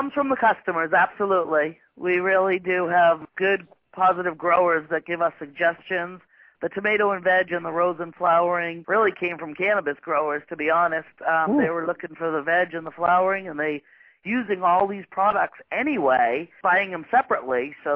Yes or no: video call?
no